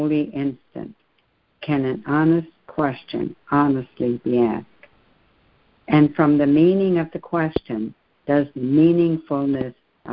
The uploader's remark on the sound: ACIM Daily Conference Call